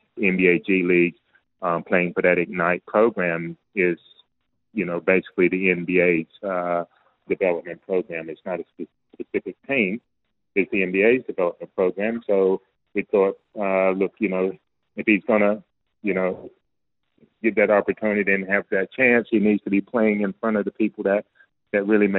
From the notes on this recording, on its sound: jumped on the phone to chat